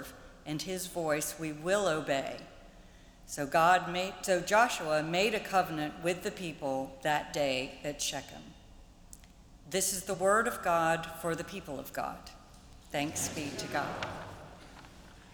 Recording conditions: large echoing room